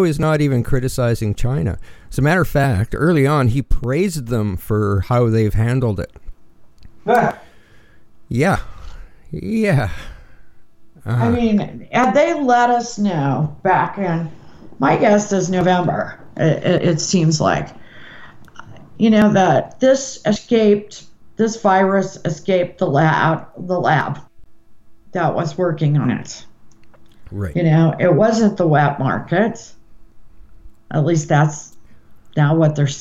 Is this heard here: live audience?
no